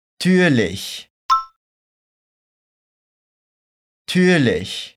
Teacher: Lembra que esse U tem umlaut, a nossa trema no alemão. Por isso, a gente faz aquele biquinho.